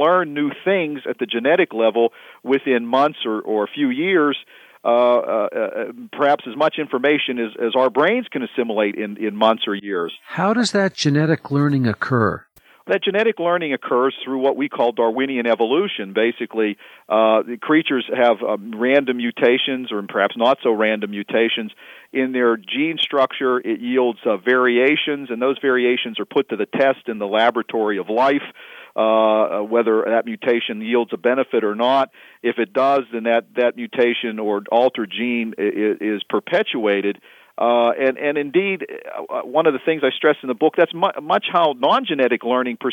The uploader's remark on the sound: Visited by phone from his office in Pittsburgh, Pennsylvania.